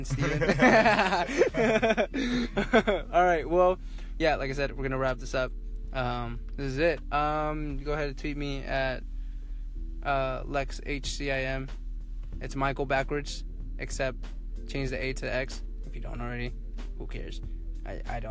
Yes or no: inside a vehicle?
yes